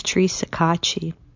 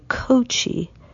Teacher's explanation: Many people at first pronounce my last name with a long O · Shown in: second take · and say Kochi, but it's really pronounced Kachi.